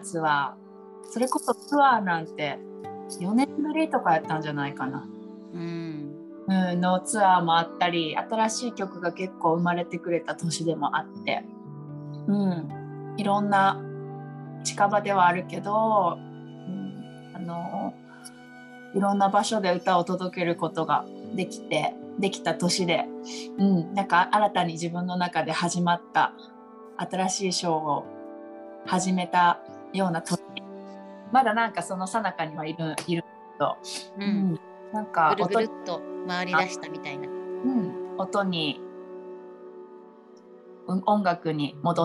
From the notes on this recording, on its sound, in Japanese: リモート収録でお届けします